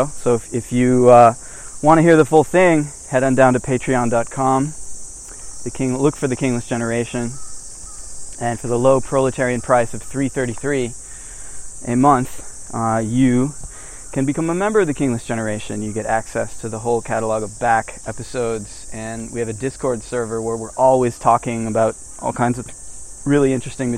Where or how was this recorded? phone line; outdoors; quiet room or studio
outdoors